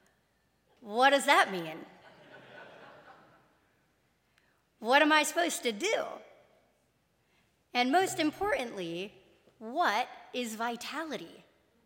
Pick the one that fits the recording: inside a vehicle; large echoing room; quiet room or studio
large echoing room